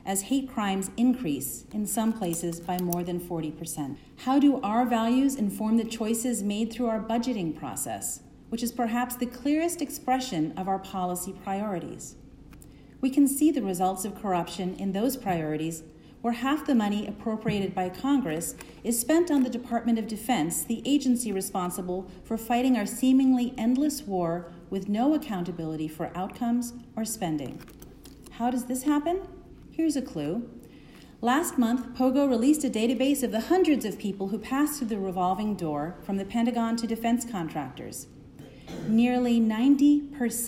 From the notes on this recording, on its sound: Delivers Remarks at the President's Church. To congregants at St.